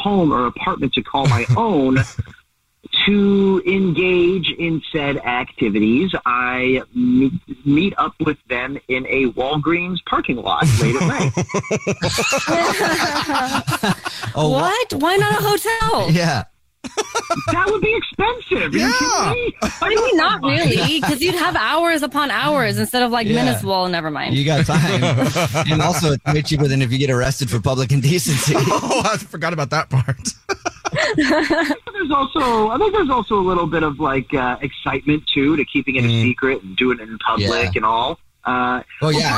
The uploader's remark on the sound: The man on the phone